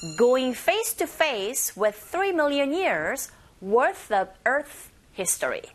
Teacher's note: 여기서는 강세가는 부분들이 going face 3 million years worth Earth history가 되겠는데